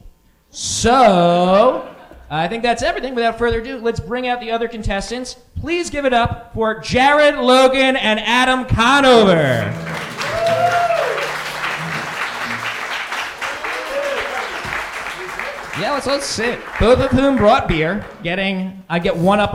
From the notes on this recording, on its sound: A live band, and surprise guests. Recorded live at NYC Podfest.